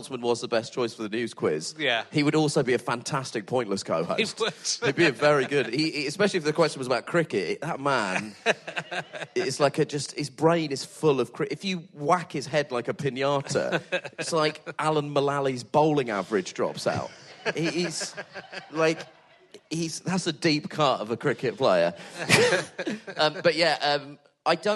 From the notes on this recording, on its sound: back at the Leicester Comedy Festival for the second week in a row